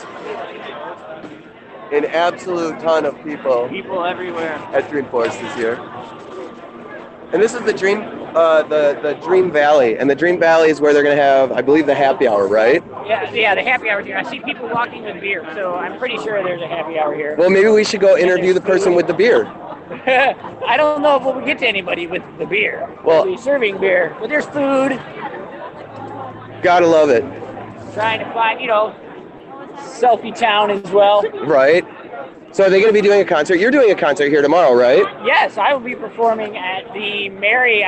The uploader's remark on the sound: live at Dreamforce 2017